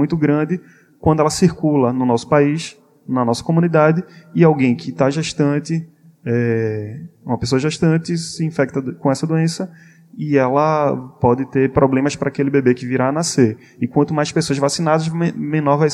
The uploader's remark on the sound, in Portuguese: Gravado durante o 17º Congresso Brasileiro de Medicina de Família e Comunidade. Apoio Técnico da gravação e captação de Áudio: equipe da organização do congresso Brasileiro de Medicina de Família e Comunidade.